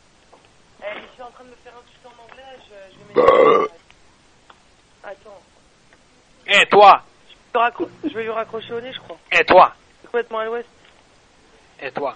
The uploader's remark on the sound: Prank Phone Calls